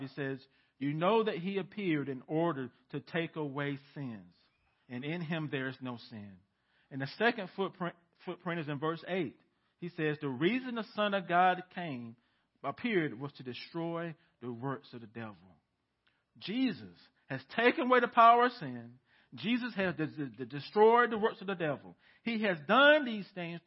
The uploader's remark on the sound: The Village Church - 2022/05/15 - Audio